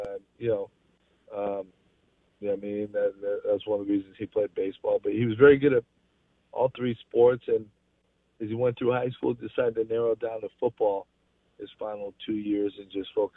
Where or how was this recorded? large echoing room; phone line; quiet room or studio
phone line